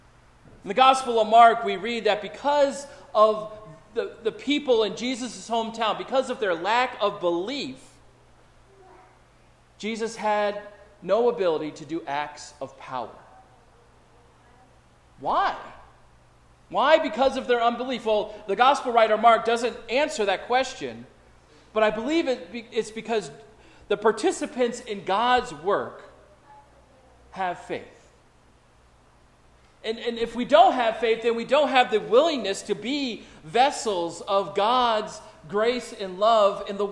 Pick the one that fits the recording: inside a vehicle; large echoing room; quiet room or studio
large echoing room